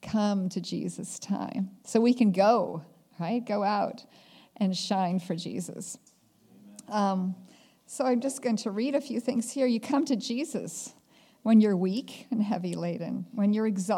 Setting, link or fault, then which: setting, large echoing room